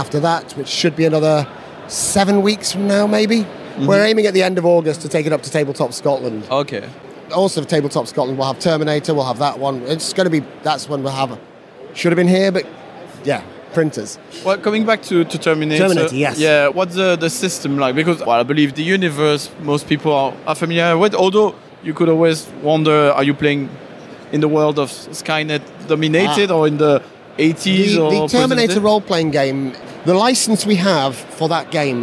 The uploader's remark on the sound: Here's the third and last part of our episode recorded at UK Games Expo.